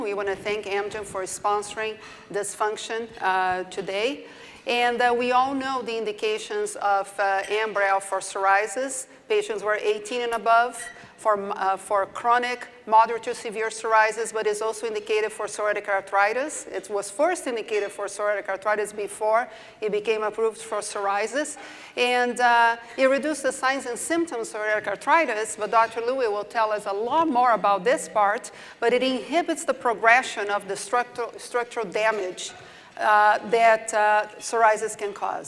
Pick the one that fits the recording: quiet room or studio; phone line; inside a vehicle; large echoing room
large echoing room